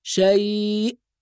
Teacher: بعض الناس لما تقرأ كلمة شيء وتقف عليها تقلقل الهمزة فتقول شيء، وهذا خطأ، الهمزة لا تقلقل، لازم نحافظ على سكون الهمز